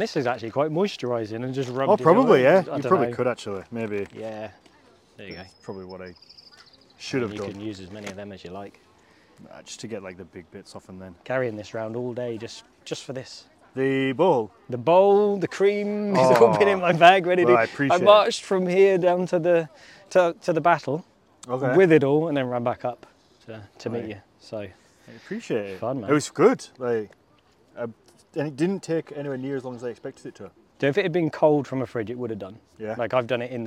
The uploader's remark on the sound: This Week I'm in York at the Jorvik Viking Festival